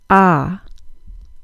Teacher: The short O is pronounced ah. It's a low back vowel. This means that the back of the tongue is kept low. You'll feel your bottom back teeth along the sides of your tongue.